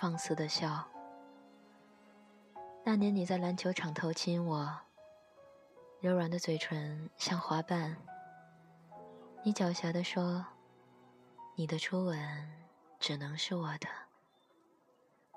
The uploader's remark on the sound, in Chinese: 手机随手录制版本